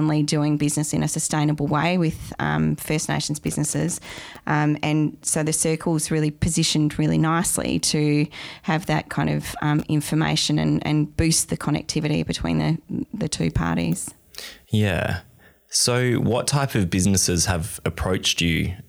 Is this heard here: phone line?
no